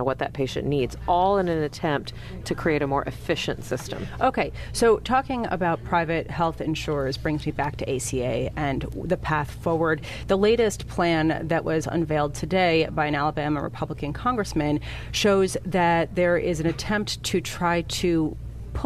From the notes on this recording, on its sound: Live from the National Medicare Advantage Summit in Arlington, Virginia.